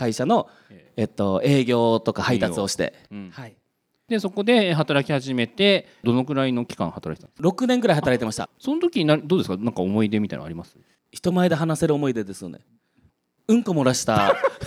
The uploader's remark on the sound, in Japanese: 公開収録として行われた爆笑トークの模様をお送りします。